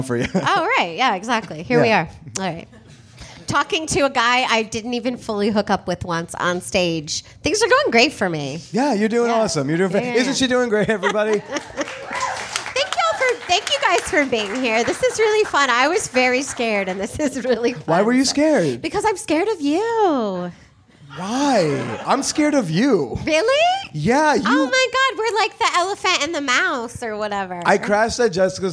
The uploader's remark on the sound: LIVE from Los Angeles. My LA live show was no different!